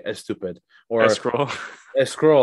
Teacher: Persians when they say certain words that have an S at the front of it, they always add the E in front of the S · Term: Persian accent